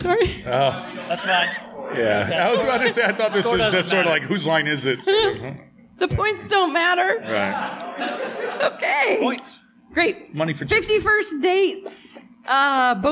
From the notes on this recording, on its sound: Live from The Indy Fringe Theater in Indianapolis,